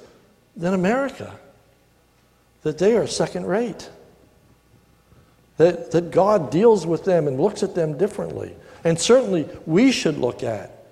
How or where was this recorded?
large echoing room